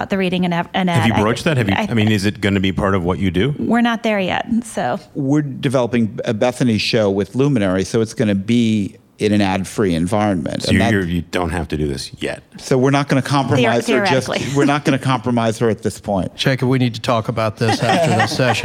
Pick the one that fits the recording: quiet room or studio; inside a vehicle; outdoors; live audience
live audience